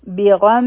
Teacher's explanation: میم مشدد دی غنه به کو لږ هولډ کو